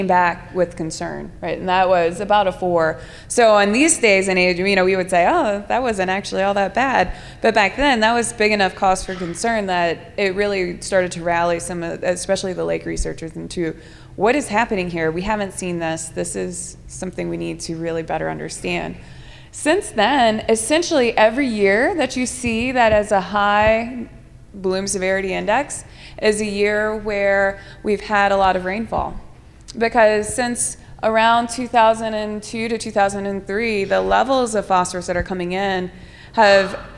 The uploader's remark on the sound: Audience Q&A